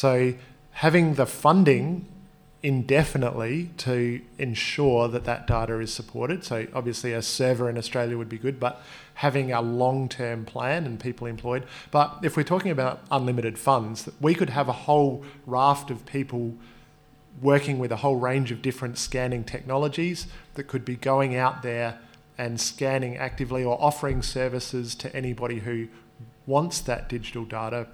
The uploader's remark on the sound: In another episode recorded live during the Palaeo Jam National Science Week tour.